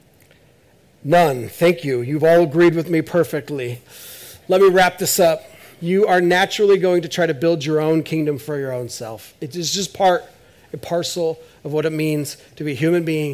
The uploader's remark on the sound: This is audio ripped from the Live Service video.